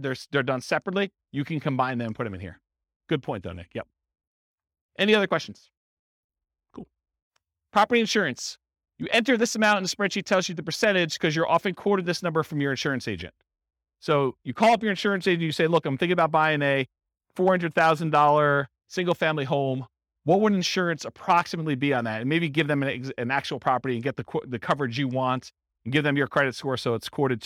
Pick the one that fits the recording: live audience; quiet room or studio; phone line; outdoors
live audience